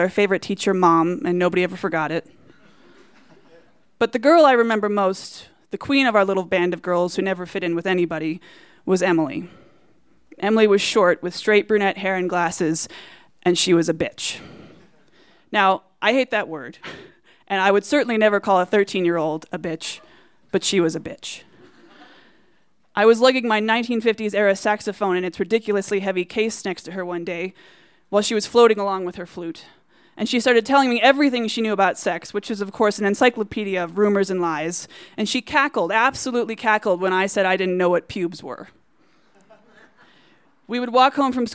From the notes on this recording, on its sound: These stories were recorded at The Deer Pile on April 17, 2014. You might notice that our podcast sounds a little bit different!